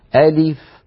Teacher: بينما لو قلنا ألف أنطق هكذا مثلي ألف، ماذا نطقتم؟ نطقنا همزة مفتوحة أ ثم لام مكسورة لي ثم فاء ساكنة لف